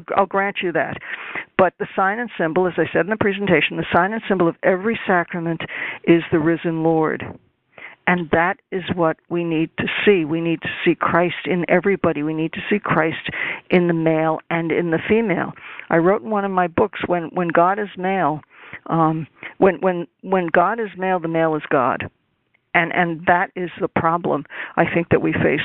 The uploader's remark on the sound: This teleconference.